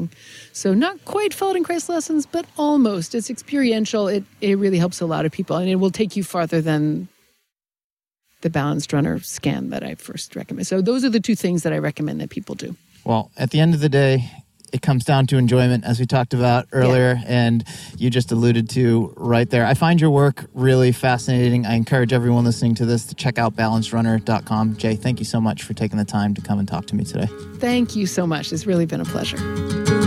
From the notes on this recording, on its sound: we sat down at a local park and had a conversation